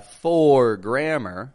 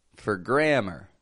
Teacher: I'm keeping the sound flat, quick. I'm not stretching that O out · Shown in: second take